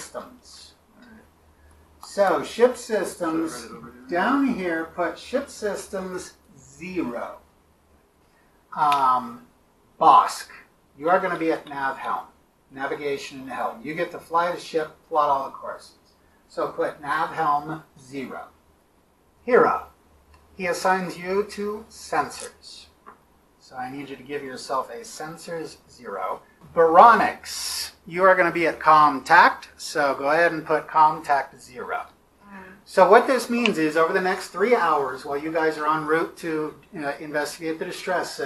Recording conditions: poor sound quality